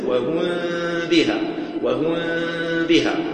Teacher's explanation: الأصل بإطباق الشفتين وهم بها، والفرجة فيها تكلف